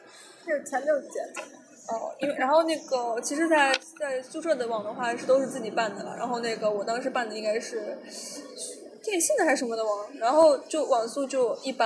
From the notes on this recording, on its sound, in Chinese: 在外滩谈复旦（多背景噪音）。所以这起节目就顺势在外滩的一家咖啡馆里面录音啦。